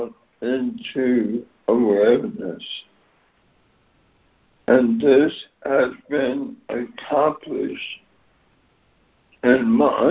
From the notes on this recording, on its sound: ACIM Daily Conference Call